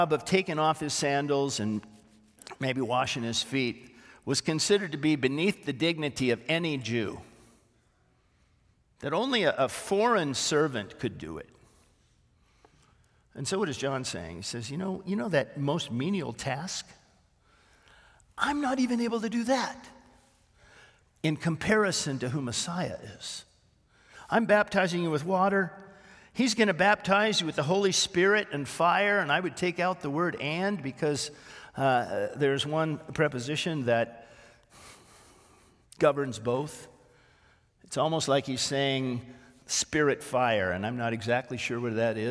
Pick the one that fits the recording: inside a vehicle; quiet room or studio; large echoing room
large echoing room